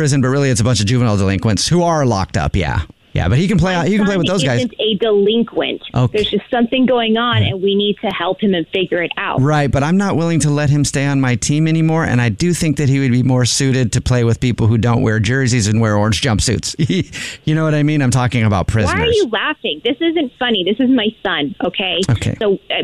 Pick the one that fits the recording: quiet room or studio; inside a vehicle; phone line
phone line